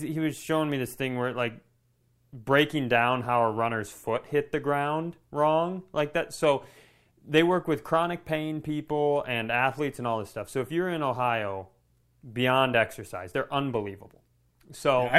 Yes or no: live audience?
no